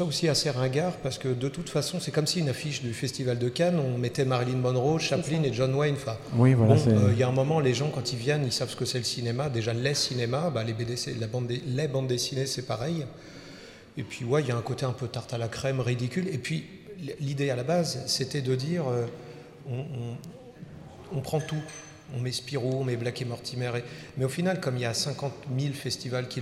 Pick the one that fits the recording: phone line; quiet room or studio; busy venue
busy venue